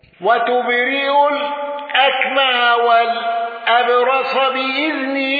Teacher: حمزة على الوجه السابق بالسكت على المد المنفصل